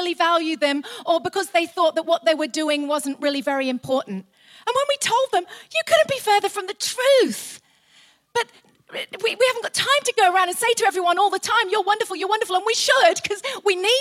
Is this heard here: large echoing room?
yes